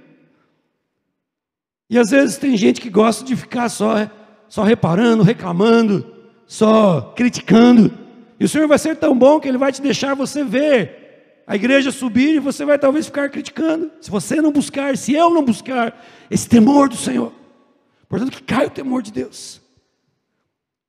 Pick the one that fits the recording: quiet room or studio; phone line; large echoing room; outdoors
large echoing room